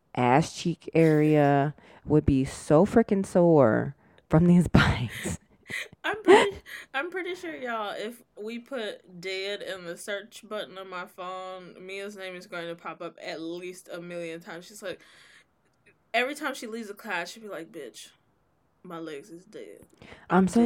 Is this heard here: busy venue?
no